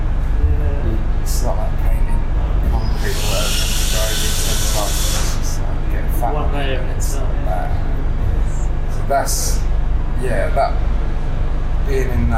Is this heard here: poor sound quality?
yes